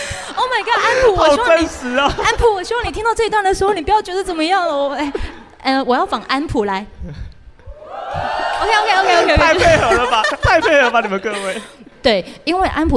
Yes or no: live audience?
yes